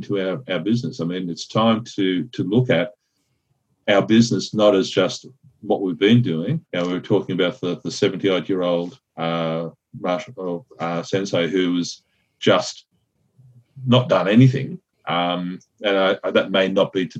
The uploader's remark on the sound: Welcome to a live recording of the Martial Arts Media business podcast. We are doing this via Zoom, we are doing this as a live session. Look, so we did the session live in our Partners group, where we work with school owners on marketing and so forth.